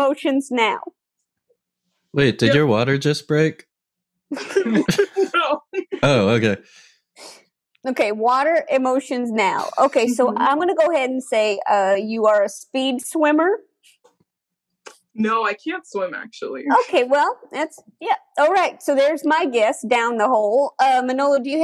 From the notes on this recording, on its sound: Play listener-created games with callers via Zoom!